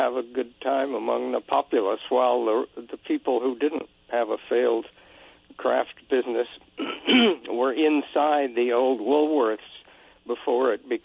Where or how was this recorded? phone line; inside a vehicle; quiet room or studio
phone line